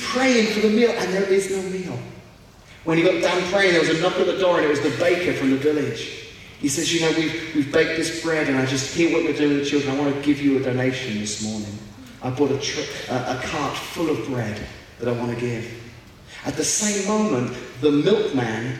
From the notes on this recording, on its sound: We apologize for the poor audio quality of this podcast